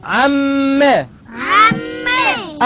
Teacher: ميم شدة وفتحة. ميم شدة وفتحة. بغنة حركتين · Term: الغنة